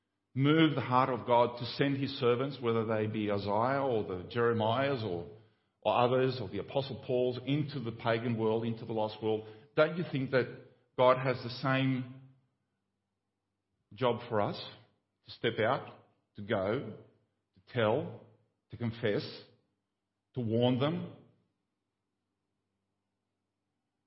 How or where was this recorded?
large echoing room